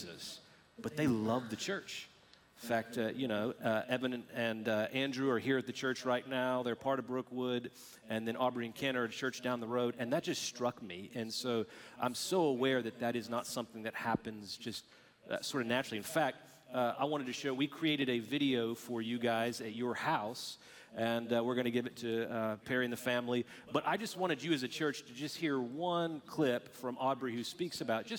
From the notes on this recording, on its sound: Recorded Live at Brookwood Church.